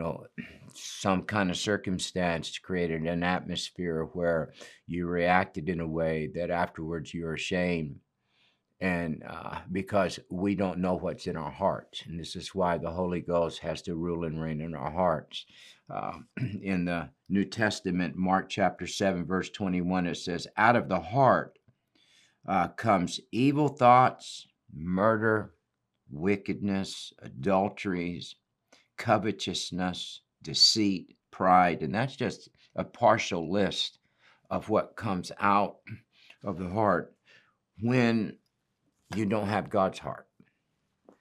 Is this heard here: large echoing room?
no